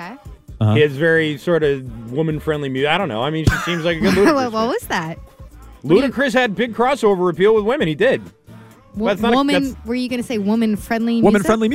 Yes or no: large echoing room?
no